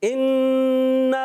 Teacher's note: انا حمزہ کے نیچے زیر ہے، یہ حمزہ ہے، الف نہیں ہے، اور نون مشدد، ایک الف کا غنہ کریں گے، اور ایک الف کھینچنا بھی ہے کیونکہ دیکھیں الف سے پہلے زبر آ گیا، الف مدہ بن گیا، اس کو ایک الف کھینچنا ہے.